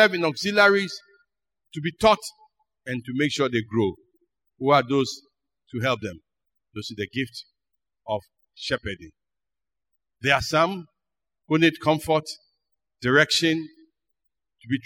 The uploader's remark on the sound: Sermon preached at CBC Shiashie Campus